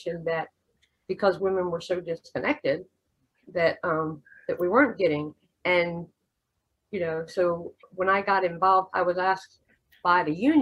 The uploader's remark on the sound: this one-hour Zoom discussion